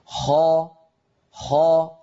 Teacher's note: الصوت مضغوط إلى قبة الحنك ولكن الفم ليس فيه انغلاق